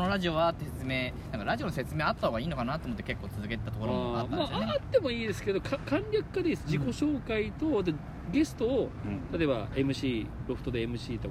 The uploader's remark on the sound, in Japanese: 新宿中央公園での収録を決行！ネイキッドロフトの様に路上の音を聞きながら、リラックスしたムードで色々なお話や相談をさせて頂いてます。